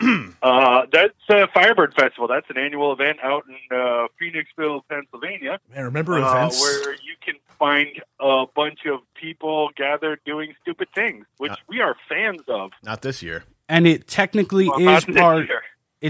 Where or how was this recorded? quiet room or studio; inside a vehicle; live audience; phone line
phone line